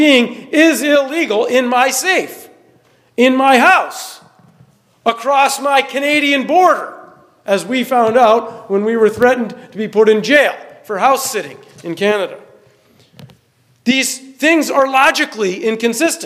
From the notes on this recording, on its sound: The sixth plenary talk from our conference, The Good Worth Fighting. The sixth plenary talk from our conference, The Good Worth Fighting.